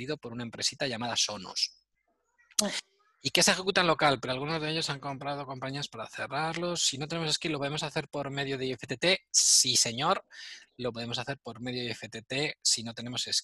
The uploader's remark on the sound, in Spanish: Audio del Webminar que grabamos el miércoles 8 de abril de 2020. Audio del Webminar que grabamos el miércoles 8 de abril de 2020.